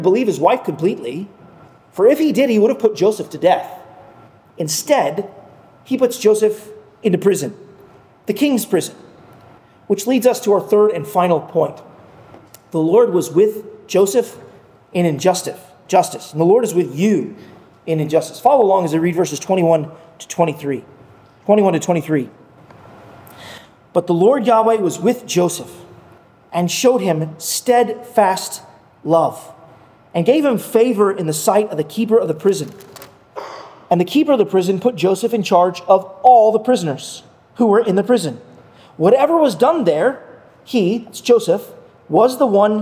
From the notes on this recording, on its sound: at Arlington Baptist Church in Arlington, Virginia